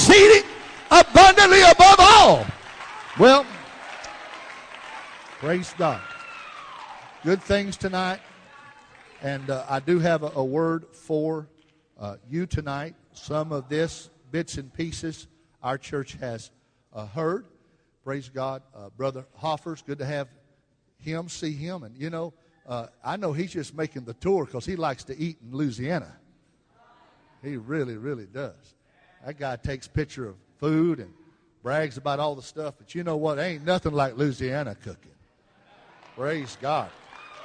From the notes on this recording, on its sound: Baton Rouge Camp Meeting 2015